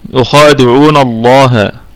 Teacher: لام لفظ الجلالة مفخمة لأنها مسبوقة بفتحة، النون أتت مفتوحة قبل لفظ الجلالة فستكون لام لفظ الجلالة مفخمة.